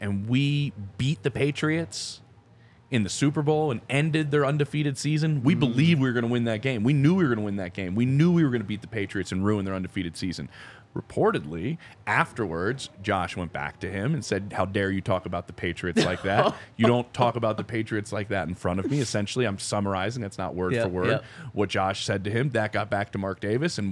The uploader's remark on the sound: coming to you LIVE from the DNVR Bar